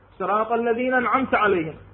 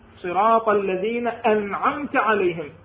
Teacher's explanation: يجب اثبات همزه القطع في انعمت · Shown in: second take · فاذا اخفيت عند القراءه ما يسمى عند عامه القراء مشهور بين القراء انه البلع، معروفه هاي. · Term: همزة القطع